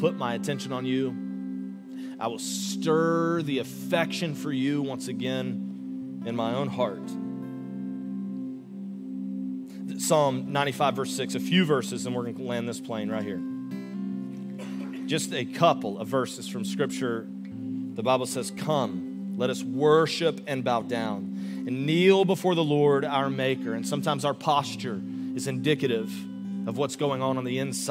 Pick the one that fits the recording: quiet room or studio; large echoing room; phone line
large echoing room